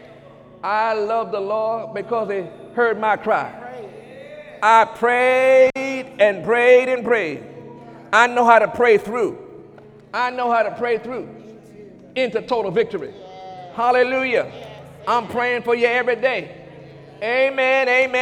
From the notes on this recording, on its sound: During Sunday morning service on May 21, 2017.